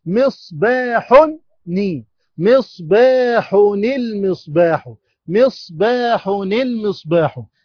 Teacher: يبقى في هنا تنوين وجاء بعده حرف ساكن ايه اللي يحصل التنوين بالضم يكسر وصلا يكسر وصلا